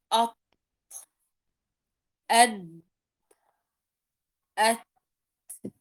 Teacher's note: جميعها تخرج من طرف اللسان مع أصول الثنايا العليا